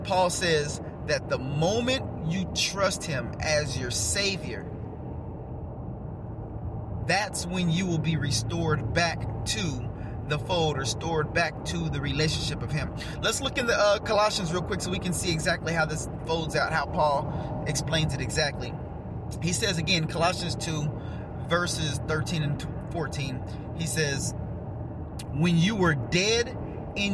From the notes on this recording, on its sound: Get in the car with me and let's take a ride